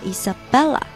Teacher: Isabella，重音在 Bella，Rossellini，重音在 Lini